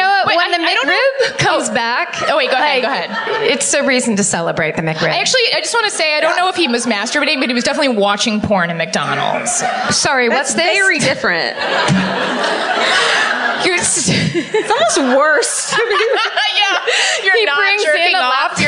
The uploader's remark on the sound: Live at The Bell House. On a live episode of My Favorite Murder in Brooklyn.